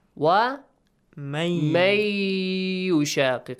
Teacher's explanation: You extend the sound, you produce a nasal sound.